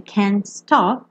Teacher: Você também não ouve o T do can't, né?